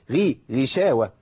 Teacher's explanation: الغين مكسورة تبقى في أدنى مراتب التفخيم